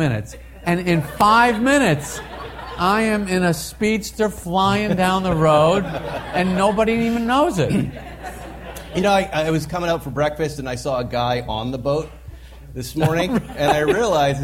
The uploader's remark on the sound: Coming to you LIVE form the Pebble Beach Concours.